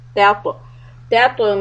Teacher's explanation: the first ta is soft the second one is heavy